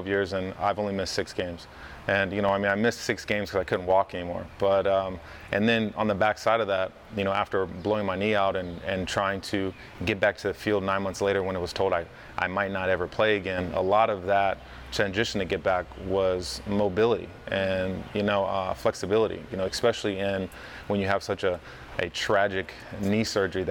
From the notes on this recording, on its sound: We’re in his hangar so please excuse the loud sounds in the background.